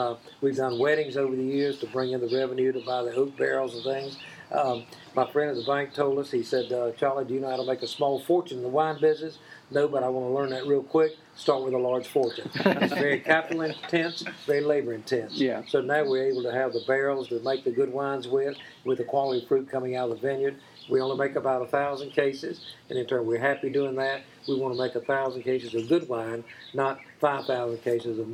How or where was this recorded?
outdoors